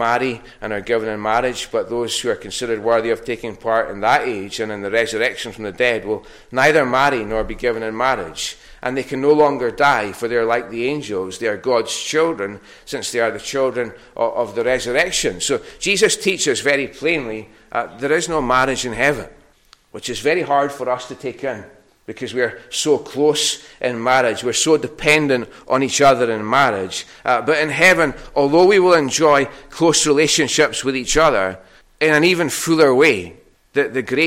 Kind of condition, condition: setting, large echoing room